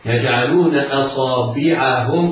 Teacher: الهمزة في أصابعهم حافظ على ترقيقها لأنها جاورت الصاد، والصاد حرف مفخم، والألف بعد الصاد تتبعه تفخيما.